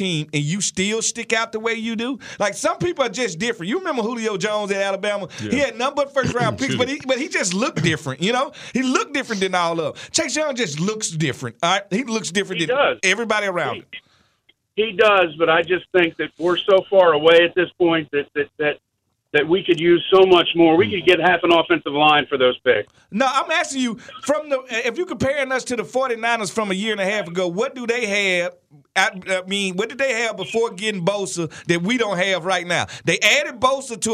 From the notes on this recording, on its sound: Fans call in to give thoughts as well.